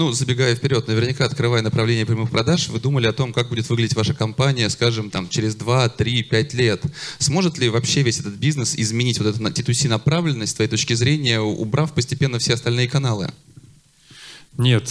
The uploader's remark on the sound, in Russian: Перед вами запись с конференции D2C Day.